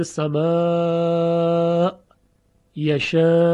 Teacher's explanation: پس ابو عمرو مد متصل رو به توسط خونده، حدود 4 حرکت یا 2 الف مدی در حقیقت